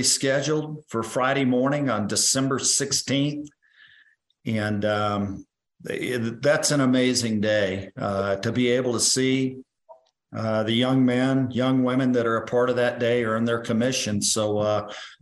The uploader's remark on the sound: Zoom Call 12-12-2022